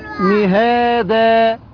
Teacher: نقول دال فتحه ألف مد عوض حركتان، عند الوقف